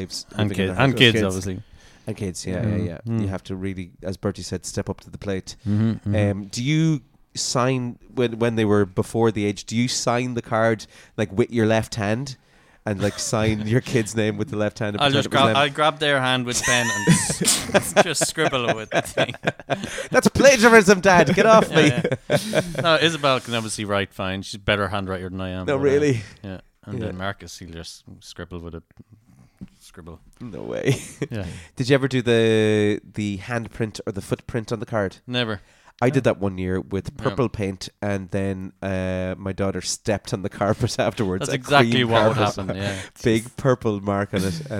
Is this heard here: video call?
no